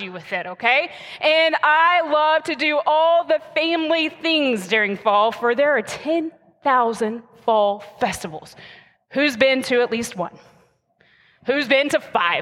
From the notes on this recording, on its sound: the message recorded live at Covenant